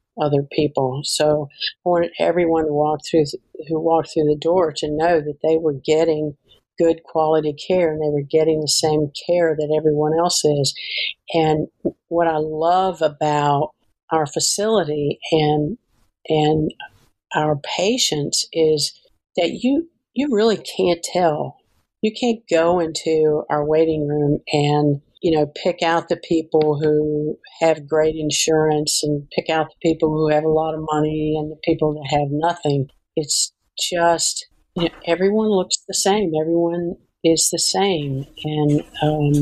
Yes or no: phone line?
no